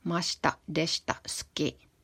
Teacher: Ja täällä näissä oli se, että shin, i jää ääntämättä. Eli silloin kun y tai i on soinnittomien konsonanttien välissä, niin se jää ääntämättä tai äänetään heikosti. Ja niitä soinnittomia konsonantteja ovat siis p, t, k, s, sh, ch, ts, h, niin kuin tuossa on lueteltu.